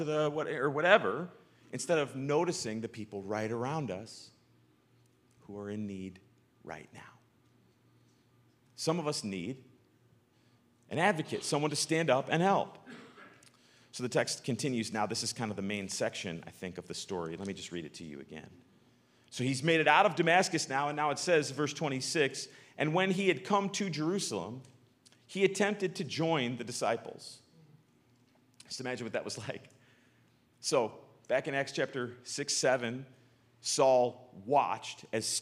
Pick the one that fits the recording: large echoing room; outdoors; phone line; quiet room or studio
large echoing room